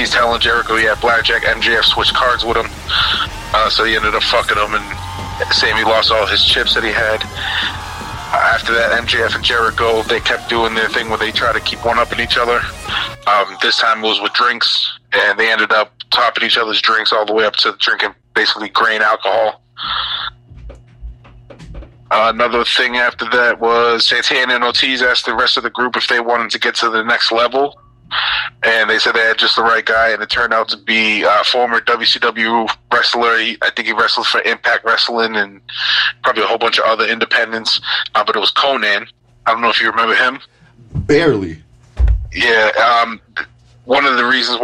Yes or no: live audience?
no